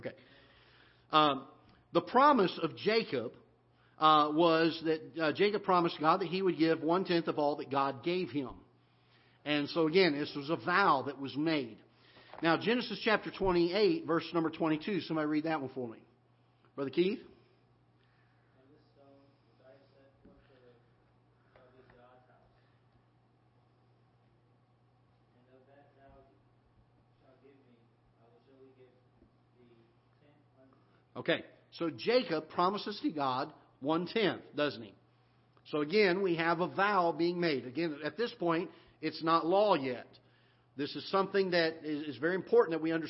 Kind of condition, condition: setting, large echoing room